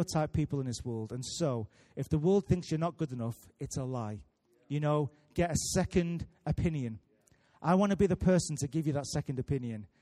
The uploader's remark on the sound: Recorded live at Life Church on Sunday 3rd June 2018.